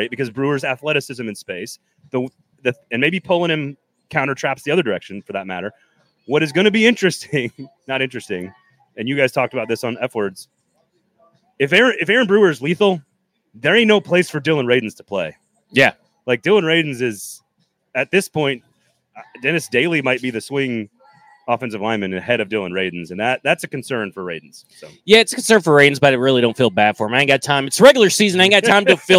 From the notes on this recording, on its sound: We are LIVE from The Pharmacy Burger Parlor and Beer Garden! We are LIVE from The Pharmacy Burger Parlor and Beer Garden!